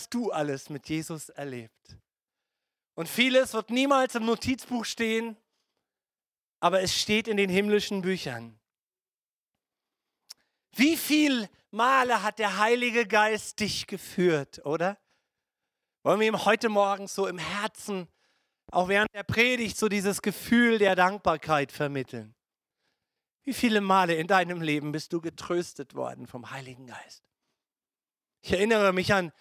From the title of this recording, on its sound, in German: Gottesdienst Predigt